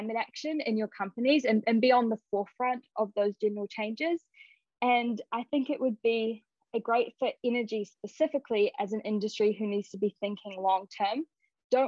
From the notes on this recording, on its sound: this is a recording from a Zoom Panel, and includes a Q&A session with the audience